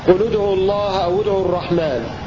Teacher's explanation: وقرأ نافع وابن كثير وابن عامر والكسائي المسكوت عنهم بضم الساكن الأول تخلصا من التقاء الساكنين